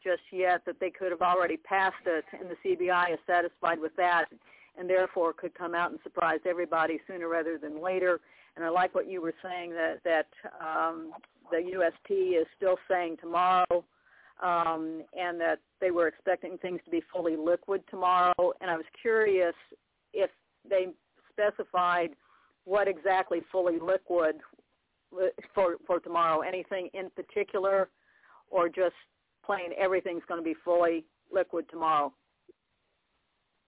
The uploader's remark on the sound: TNTSuperfantastic Conference Call